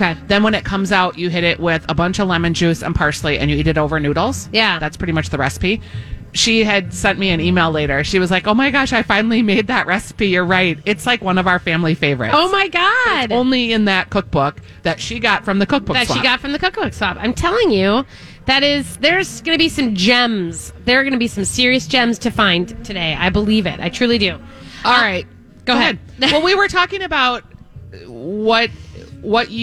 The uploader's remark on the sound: broadcasting live at Southern Lights